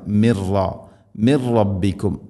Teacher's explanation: അതുപോലെ തന്നെ മിൻ റബ്ബിക്കും, സാക്കിന നൂനിന് ശേഷം റാ, നൂനിനെ റായിലേക്ക് കൂട്ടിലയിപ്പിച്ച് മണിക്കാതെ ഉച്ചരിക്കണം. മിർറ മിർ റബ്ബിക്കും മിർറ അല്ല മിർ റബ്ബിക്കും.